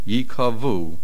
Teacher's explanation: the accent is at the end of the word